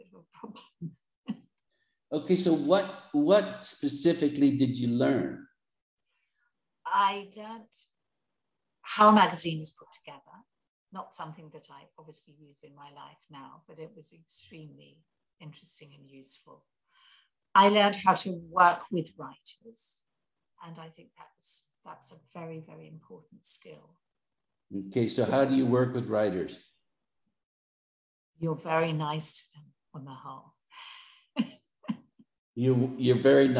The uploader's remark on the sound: The Zoom connection was poor on this one.